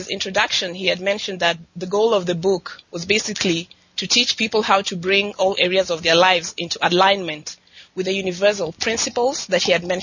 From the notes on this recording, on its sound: On the phone with me and we had a freewheeling discussion. We had a discussion more like a radio show than a podcast.